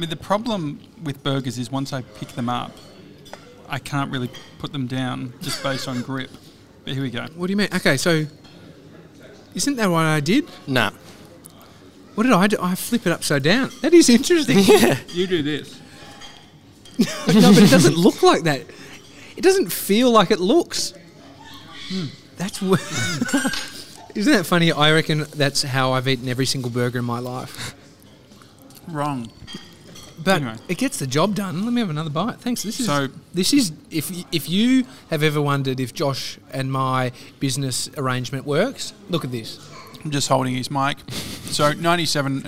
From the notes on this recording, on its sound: Today we're live from our favourite cafe, Au79!